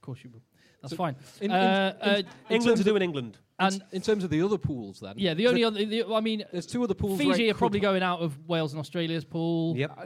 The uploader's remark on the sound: LIVE SHOW at TWICKENHAM. Headed to Twickenham for a pre World-Cup Live Show at Podcast Live at the home of rugby.